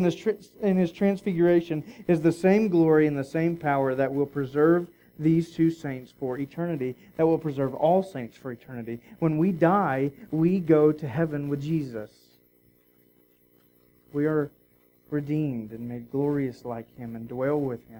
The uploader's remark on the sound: We are sorry for the poor quality of the recording and that the recording of the first portion of this sermon was missed. It begins recording a little after the beginning of the introduction.